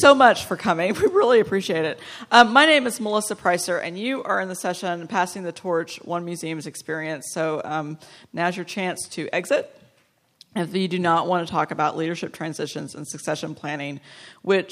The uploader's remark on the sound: 2016 AASLH/MMA Annual Meeting Session Recording Recorded in Detroit, MI September, 17, 2016